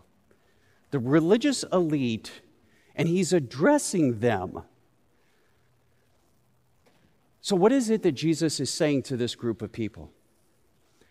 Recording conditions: live audience